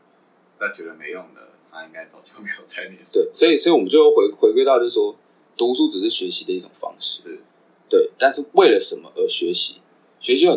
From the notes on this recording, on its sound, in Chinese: 本集麥克風出了點狀況，導致音質出了些問題，請各位見諒